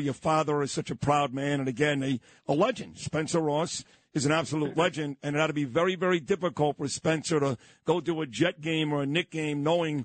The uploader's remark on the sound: call into the morning show